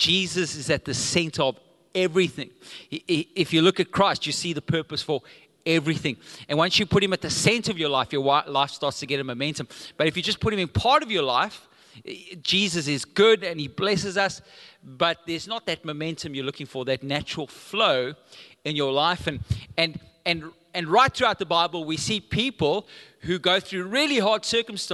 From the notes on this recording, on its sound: Recorded live on Sunday the 17th July 2022.